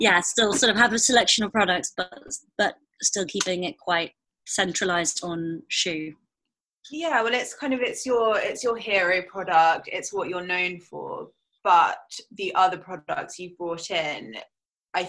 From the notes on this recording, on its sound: These episodes are recorded over video chat so please bear with us if the sound quality isn't perfect!